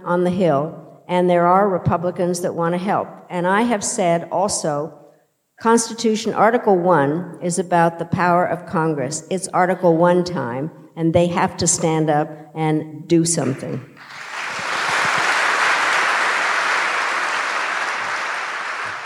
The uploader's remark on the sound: In a conversation on stage at Sixth & I